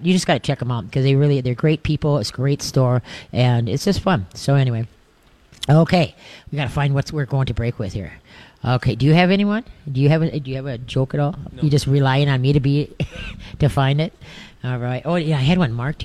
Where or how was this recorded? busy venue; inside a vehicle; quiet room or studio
busy venue